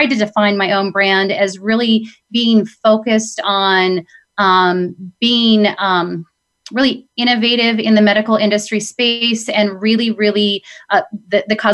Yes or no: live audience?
no